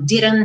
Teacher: o último T, como uma consoante oclusiva, eu tenho a opção de deixá-la quase muda ou realmente muda